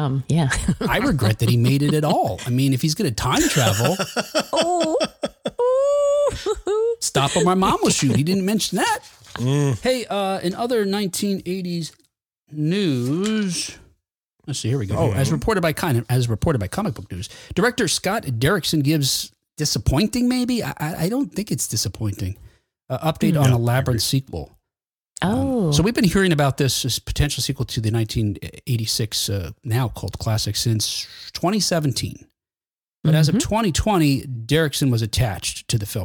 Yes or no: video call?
no